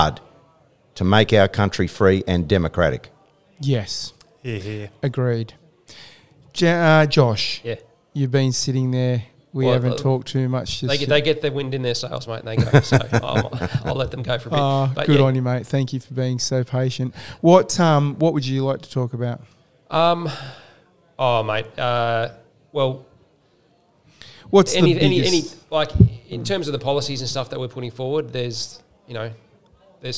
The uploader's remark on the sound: Live from the Laguna Club, Political Seminar Event. We broadcast live from the Laguna Club in Inglewood Western Australia on behalf of the WA Building Industry Alliance and the WA Conscious Businesses during their Political Seminar Event.